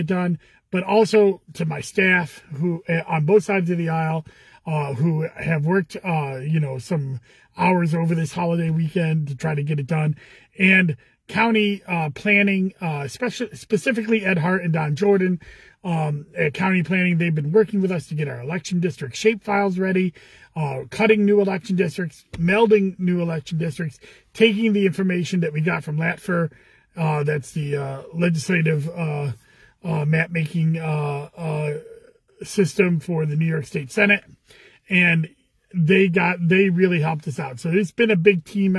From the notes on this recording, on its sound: Commissioner in a Car